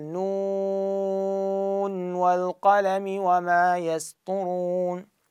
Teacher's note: نون يسكنها يعني يظهرها ومن دون إدغام مع الواو · Term: الإظهار